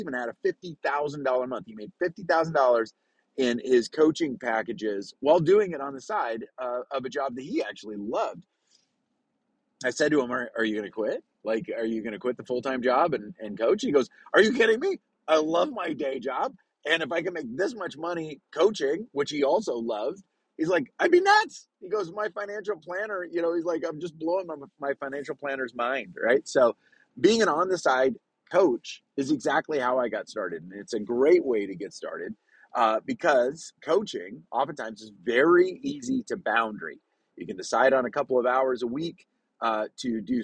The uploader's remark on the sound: recorded from my truck so the sound is a little rough!